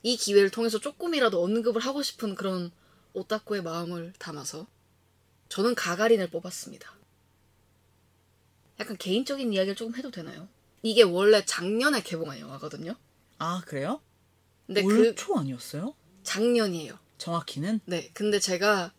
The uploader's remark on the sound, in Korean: LP판이 튀는 듯한 소리를 자주 들으실 수 있으실 텐데요. 사용한 스튜디오의 장비 문제로 추정됩니다. 본 녹음 전 테스트 녹음을 했을 땐 전혀 느끼지 못했는데, 아무래도 컴퓨터에 연결된 헤드셋과 스피커로는 해당 음역대의 잡음이 잡히지 않는 것 같습니다.